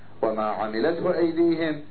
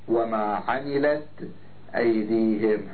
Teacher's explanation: النوع السابع أن يكون الاختلاف بالزيادة والنقصان، مثل قوله عز وجل: وما عملته أيديهم، قرئت وما عملت أيديهم، حذفت الهاء، القراءة الأولى فيها هاء وما عملته أيديهم، بينما القراءة الثانية ما فيها هاء وما عملت أيديهم